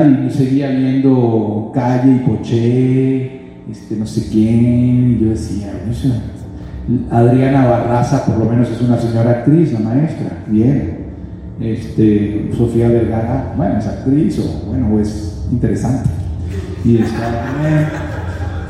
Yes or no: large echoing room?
yes